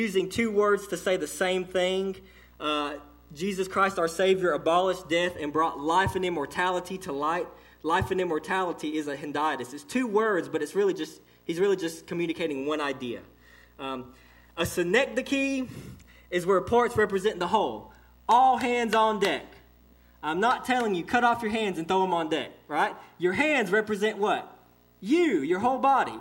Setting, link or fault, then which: setting, large echoing room